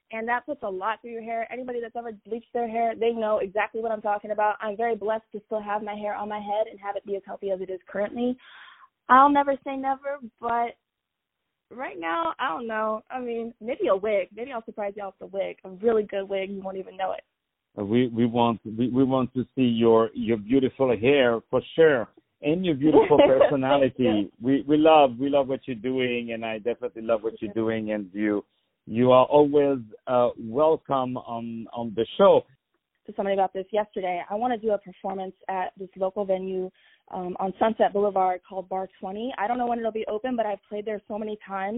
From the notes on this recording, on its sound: On the Phone